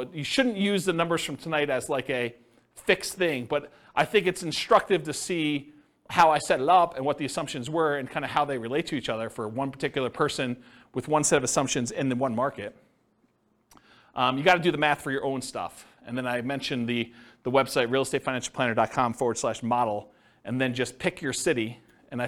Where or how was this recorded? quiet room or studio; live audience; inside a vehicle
live audience